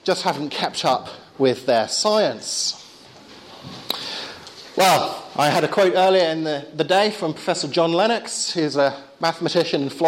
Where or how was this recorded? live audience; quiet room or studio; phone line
live audience